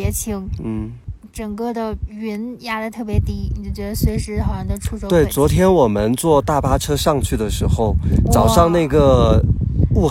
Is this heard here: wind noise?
yes